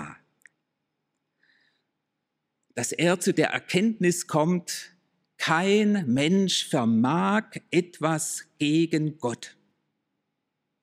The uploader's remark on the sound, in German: aus dem Schwarzbrot-Gottesdienst der Missionsberg-Gemeinde (LM)